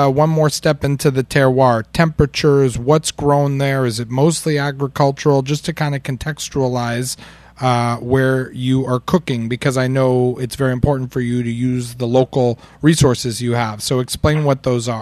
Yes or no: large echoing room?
no